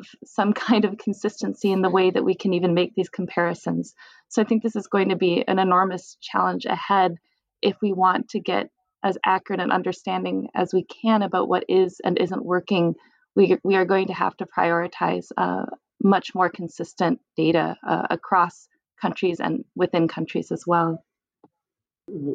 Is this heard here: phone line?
no